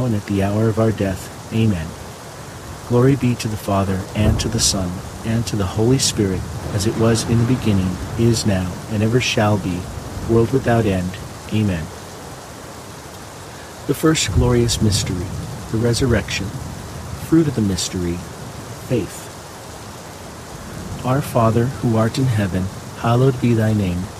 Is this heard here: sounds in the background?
yes